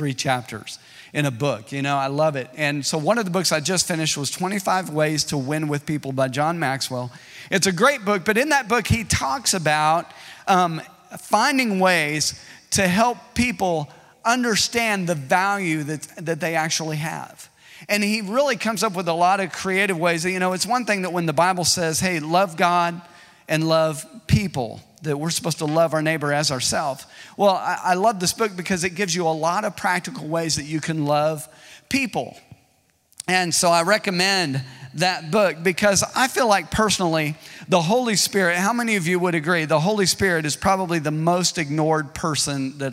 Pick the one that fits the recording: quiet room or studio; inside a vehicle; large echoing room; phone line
large echoing room